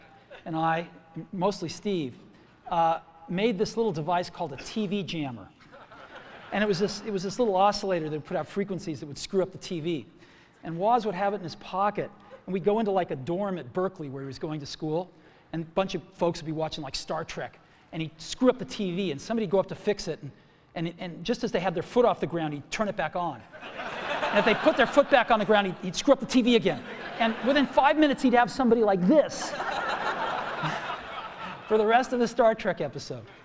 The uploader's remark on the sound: Macworld San Francisco 2007 Keynote Address. Keynote address from San Francisco's Moscone West.